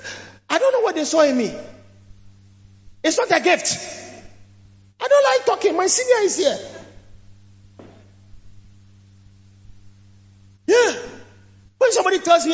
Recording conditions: large echoing room